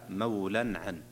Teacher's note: إظهار حلقي، لأنه تنوين جاء بعد حرف العين، والعين من حروف الإظهار